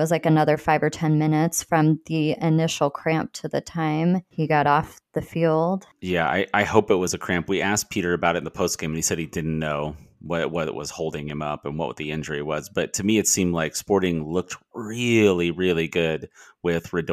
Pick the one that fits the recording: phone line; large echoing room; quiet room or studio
quiet room or studio